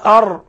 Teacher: وإنه للحق من ربك، لأن هذا الراء حرف تكرار فيتذبذب ويتردد ويتكرر، فنمنع هذا التكرار، نثبت التكرار ولكن لا نسمح بأكثر من تكرار واحد أو اثنين